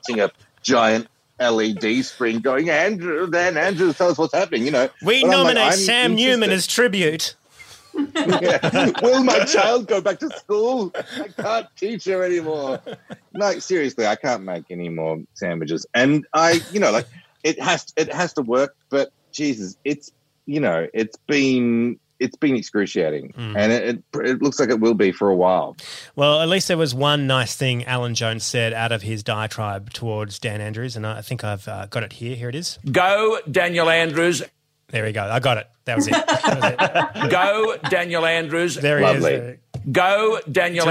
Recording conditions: video call